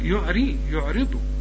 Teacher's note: يعرضوا خد بالك الراء هنا مكسوره وطلعها اكثر رقه